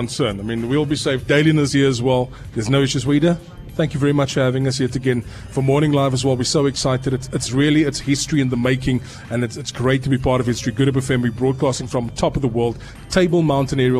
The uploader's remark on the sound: Broadcasting LIVE from Table Mountain Aerial Cableway